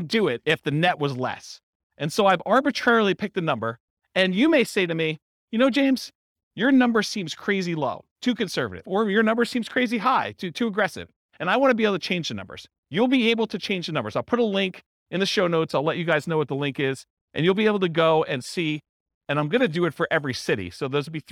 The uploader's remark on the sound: This was a live class recorded